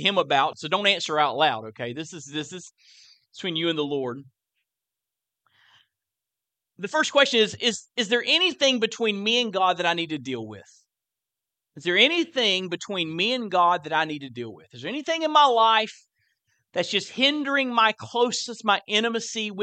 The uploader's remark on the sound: live sermons from First Baptist Church in Fort Walton Beach, Florida